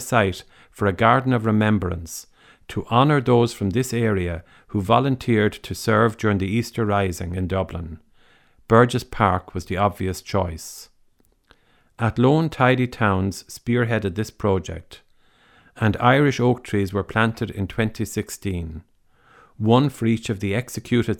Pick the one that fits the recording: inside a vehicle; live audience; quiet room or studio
quiet room or studio